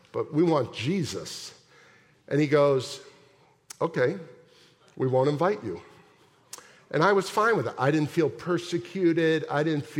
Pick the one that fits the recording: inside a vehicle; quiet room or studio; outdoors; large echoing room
large echoing room